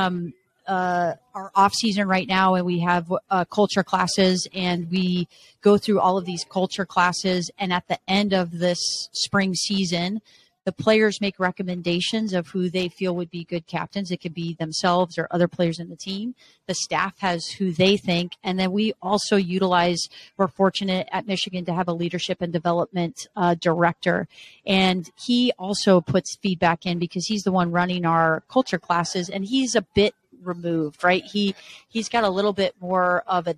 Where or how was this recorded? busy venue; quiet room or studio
busy venue